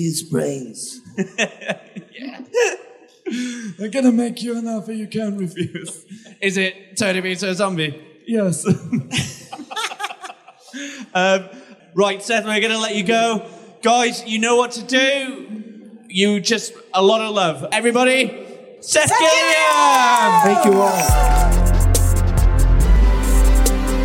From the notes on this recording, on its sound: at Brussels Comiccon (Feb 2020)